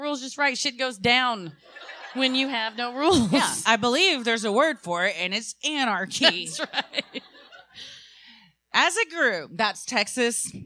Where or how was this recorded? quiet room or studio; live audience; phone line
live audience